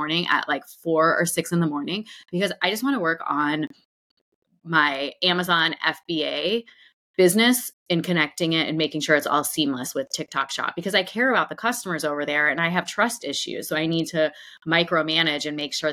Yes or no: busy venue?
no